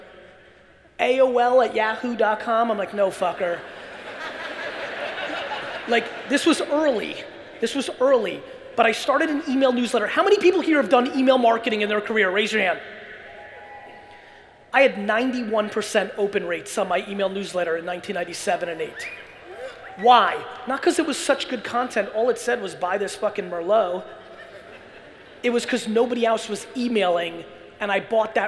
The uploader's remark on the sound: A Keynote: The National Achievers Congress Ft. Lauderdale 2018